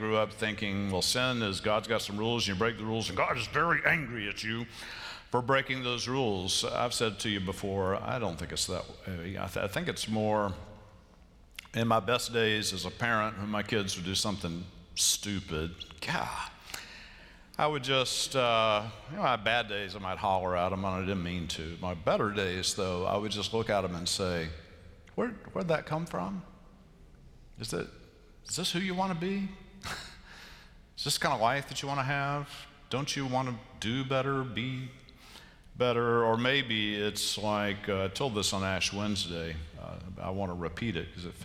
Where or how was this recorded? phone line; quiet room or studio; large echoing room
large echoing room